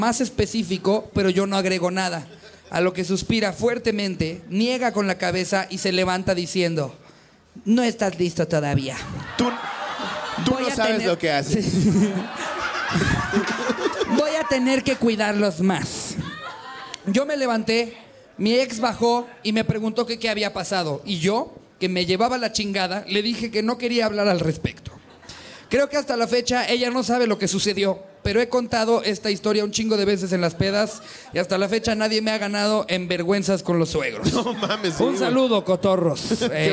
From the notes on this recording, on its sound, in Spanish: en este anecdotario en vivo desde celaya